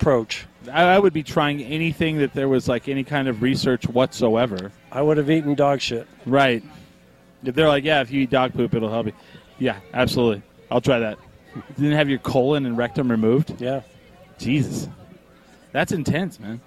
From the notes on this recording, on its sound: Coming at you live from Hempfest.